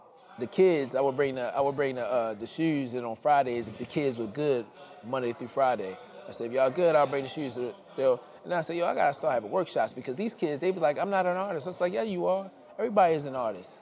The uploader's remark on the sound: LIVE PODCAST episode at a silent disco art exhibit